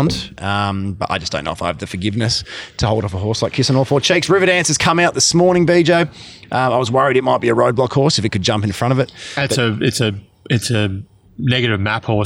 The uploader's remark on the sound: Recording from "Butchy's Big Deck" up at The Mundaring Hotel.